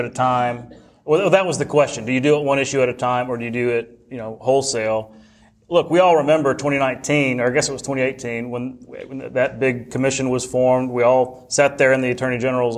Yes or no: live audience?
yes